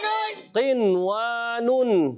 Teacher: مطلقاً اظہار کر کے پڑھیں گے، غنہ نہیں کریں گے · Term: اظہار مطلق